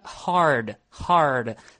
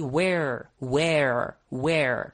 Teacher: Слышите, я R произношу постоянно · Term: американский R